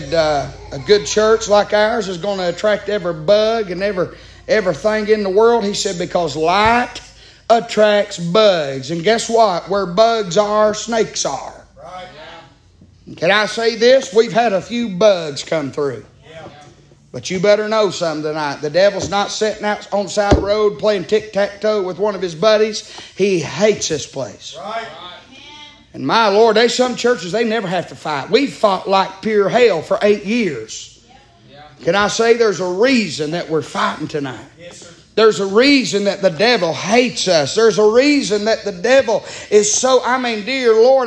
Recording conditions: large echoing room